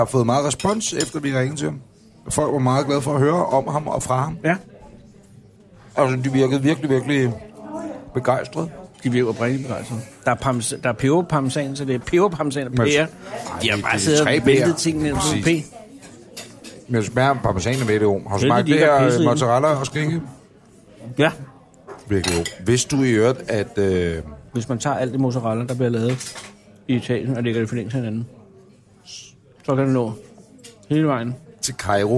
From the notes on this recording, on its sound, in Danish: Restaurant Fischer i København og det er her denne episode er optaget